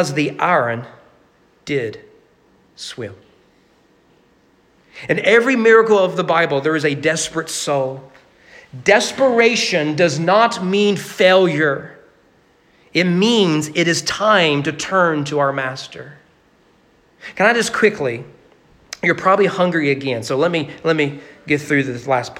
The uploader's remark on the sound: Sermon preached at Walnut Grove Baptist Church on February 28, 2022 for their Man Up event.